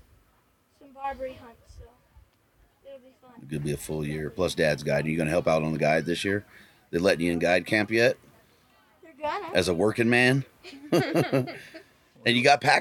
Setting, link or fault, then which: setting, busy venue